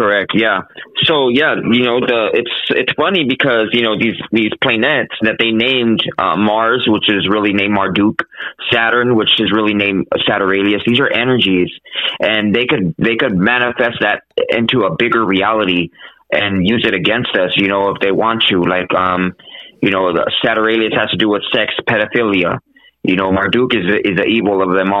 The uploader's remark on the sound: We had some technical difficulties with the interview so we could only do about an hour over the phone.